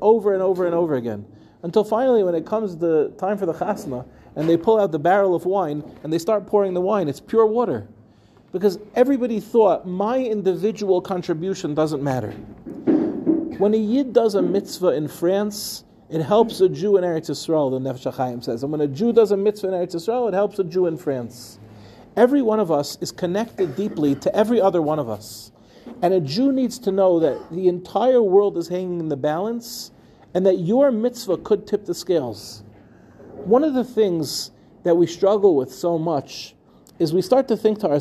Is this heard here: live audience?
yes